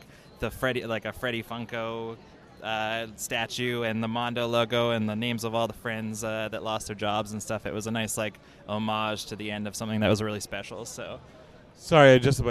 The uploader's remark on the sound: Geekscape at San Diego Comic Con 2023 Day 3!